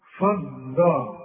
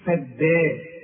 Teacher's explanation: فدارتم، دي عايزة منك فن في النص، ما تقولش فضا، الدال والمد بتاعها مرقق · Shown in: second take